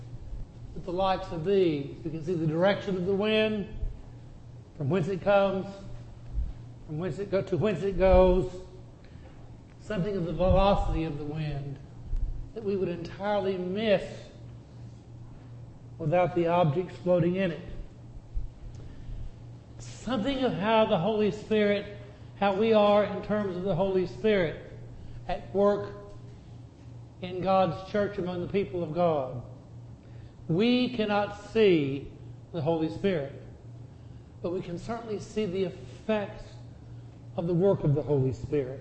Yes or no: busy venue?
no